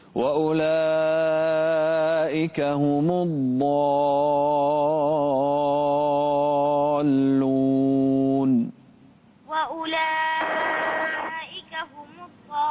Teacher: مدي أكثر، الضالون مديها أكثر من أولئك · Term: المدود